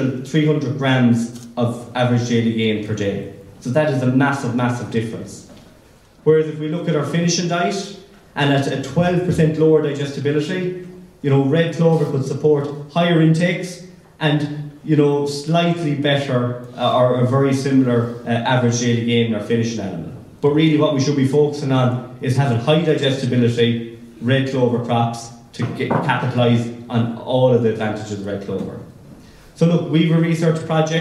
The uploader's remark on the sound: The four presentations that were given at the Teagasc National Beef Conference panel discussion in December 2022.